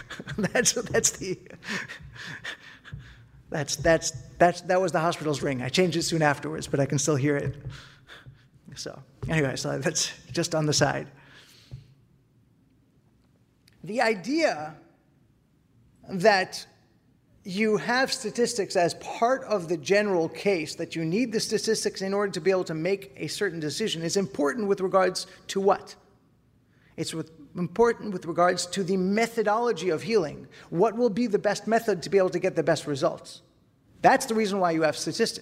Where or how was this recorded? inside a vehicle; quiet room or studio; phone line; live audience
live audience